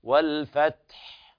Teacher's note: ولا بد هنا من بيان همس التاء والحاء عند الوقف عليها